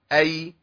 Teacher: اد اش اي، هنلاقي ان الشين لساني مش ملامس لسقف الحنك الا ملامسه بسيطه قوي، مع الياء في ملامسه اكبر شويه، يبقى مخرج الياء وسط اللسان مع ما يوليه من سقف الحنك الاعلى، بس مش بقوه التصاق مخرج الجيم ولا بضعف التصاق مخرج الايه شين، حاجه وسط كده بين الايه بين الحرفين.